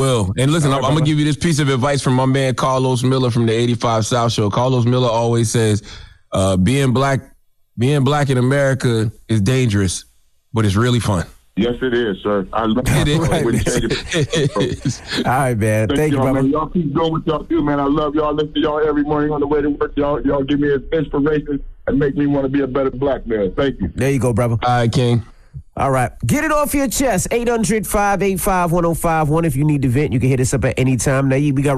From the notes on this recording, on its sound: We opened up the phone lines to hear what our listeners thought about the election.